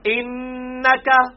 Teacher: یہ نون پہ غنہ ہوگا، شد آئی ہے